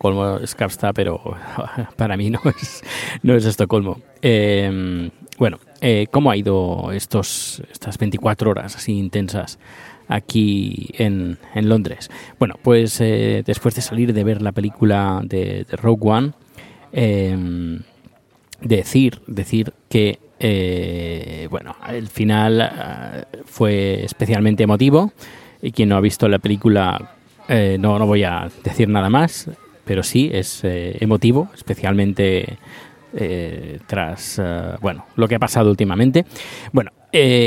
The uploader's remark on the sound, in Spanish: E.T. en el Royal Albert Hall. Lo aderezo con una grabación que hice dentro del recinto.